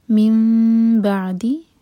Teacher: میم بعدی، نون میم میں چینج ہوا ہے تو یہ اقلاب. میم کو ٹائم دیں گے لیکن ہونٹوں کو ٹائٹ بند نہیں کریں گے، اس کے بعد با پڑھیں گے.